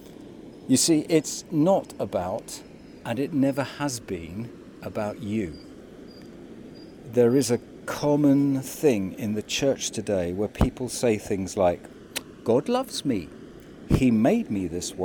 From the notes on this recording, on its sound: St James Alperton. (virtually). Recorded by the riverside and distributed online during the time when churches were closed.